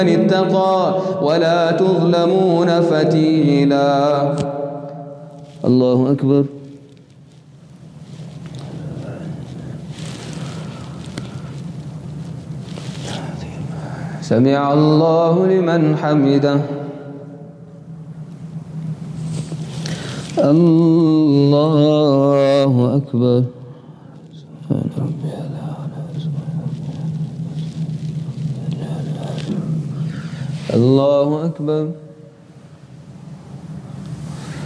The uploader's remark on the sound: Qiyaam Day 4 at the houghton Houghton masjid